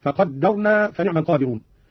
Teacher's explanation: قرأ قالون بتشديد الدال من التقدير